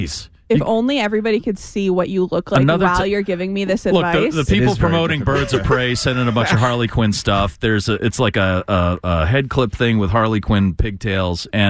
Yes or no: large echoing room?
no